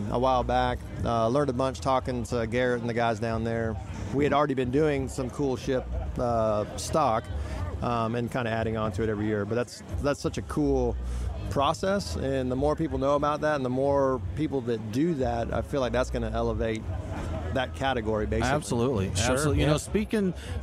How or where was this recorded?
busy venue